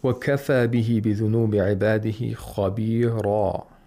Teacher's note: The kha has tafkhim because it's a letter of isti'la. The ra also has tafkhim because we have a tanwinul fath above the ra.